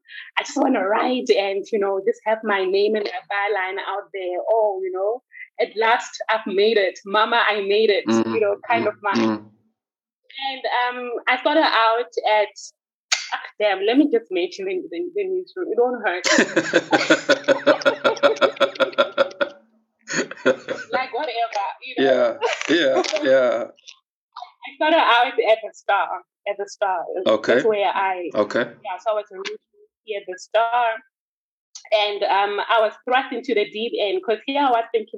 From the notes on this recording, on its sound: there also might be some unfortunate noise in the background